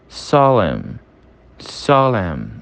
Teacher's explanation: Solemn é solene, tá? Repara que tem um N no final, mas ele é silenciado quando a gente está pronunciando. · Term: silent N